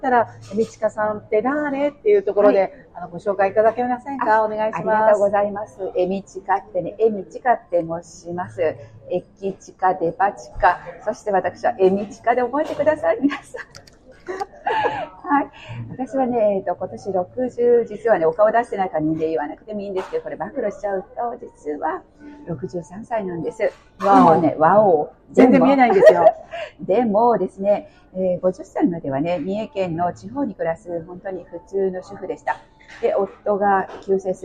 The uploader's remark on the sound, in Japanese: カフェでの収録のため聞きずらいところがございますが、何とぞご了承ください。